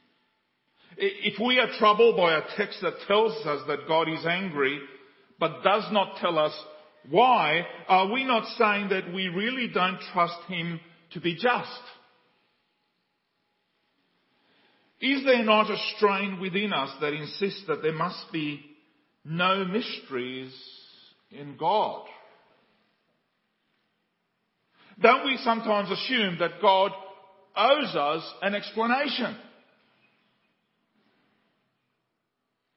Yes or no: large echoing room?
yes